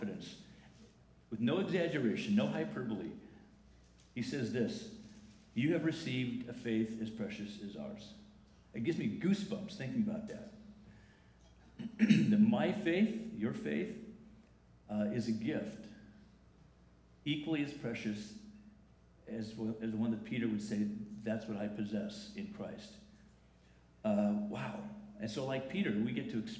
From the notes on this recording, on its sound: The following is a recording from the 10:45 am service.